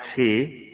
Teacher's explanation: الحاء فيها الفتح وفيها الإمالة وفيها التقليل